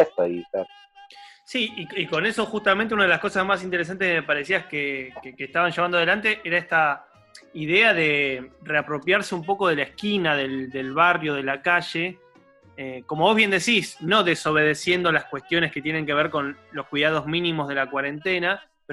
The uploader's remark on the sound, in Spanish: recibimos la visita vía Zoom